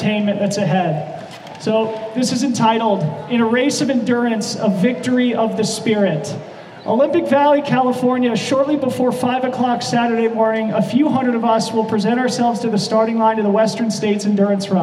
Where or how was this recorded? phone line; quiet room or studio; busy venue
busy venue